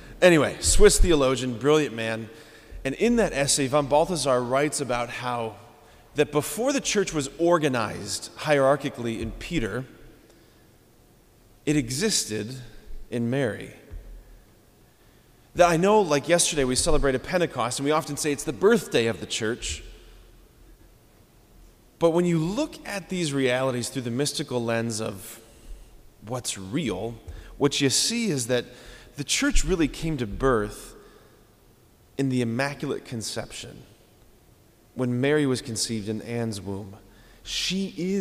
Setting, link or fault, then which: setting, large echoing room